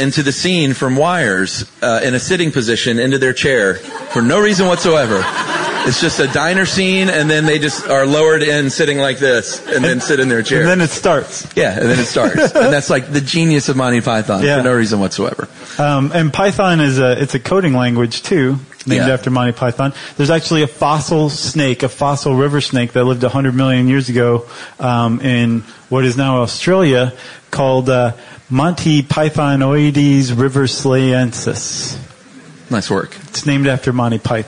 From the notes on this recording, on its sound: Live from LA Podfest. Do a live show on Monty Python at the LA Podcast Festival.